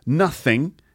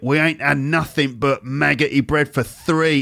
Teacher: This particular orc, although he's Cockney, he does actually pronounce the th sounds.